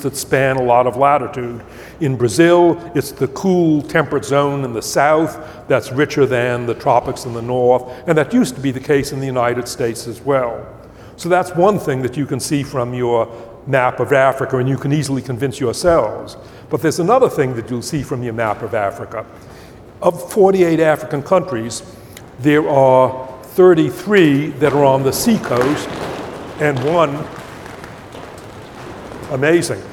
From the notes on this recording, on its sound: Upfront Summit 2020. Background noise in this video due to high winds outside the theater where this was filmed.